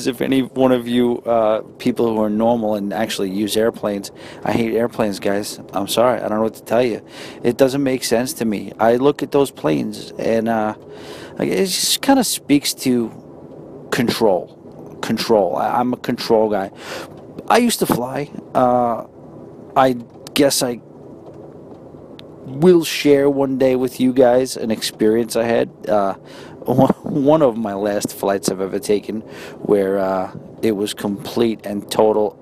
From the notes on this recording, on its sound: records a quick episode from the train